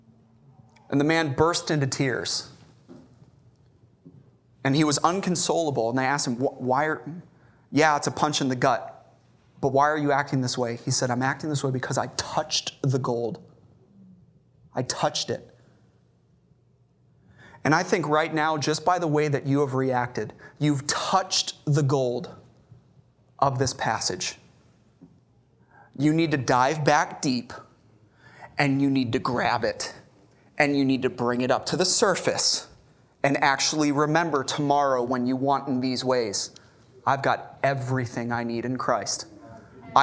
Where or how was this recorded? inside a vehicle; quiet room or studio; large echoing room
large echoing room